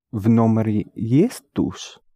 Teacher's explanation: When you have есть in the question, it always goes up. · Term: intonation